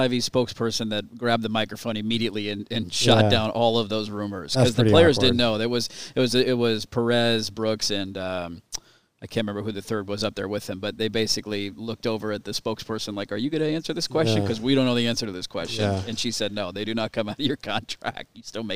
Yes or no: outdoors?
yes